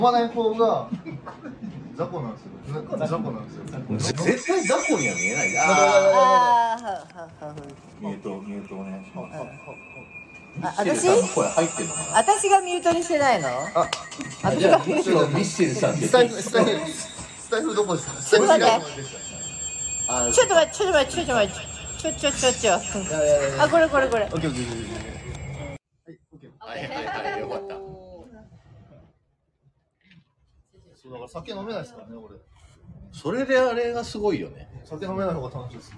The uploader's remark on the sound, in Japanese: まんぷく食堂からゲリラライブ